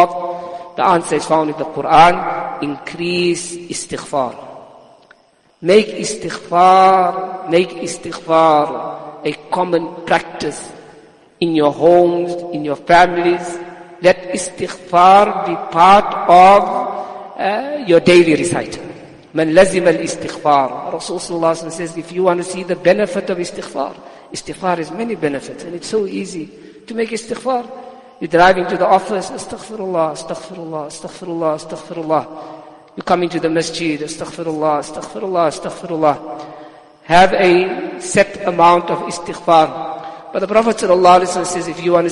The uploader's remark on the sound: Jumuah lecture at Masjidus Salaam, Musgrave 20 Jan 2023